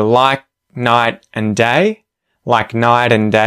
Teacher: you might hear the stop consonants at the end of the word like it's being muted